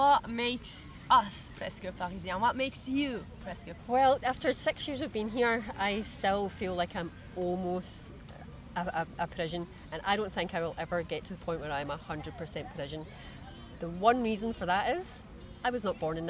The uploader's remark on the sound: We recorded this episode on 10 September 2023, at Bois des Vincennes. At Bois des Vincennes.